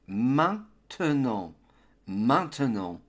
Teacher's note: The academic pronunciation of maintenant includes the TE in the middle of the word. Hence we get maintenant, maintenant.